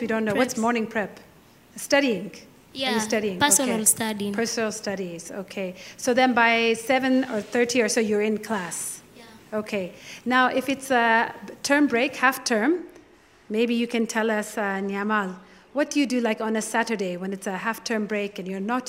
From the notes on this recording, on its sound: In this special live episode of Up/Root. This live episode is a collaboration between Up/Root and UNICEF Kenya in honor of World Refugee Day and was recorded live on location in Kakuma Refugee Camp.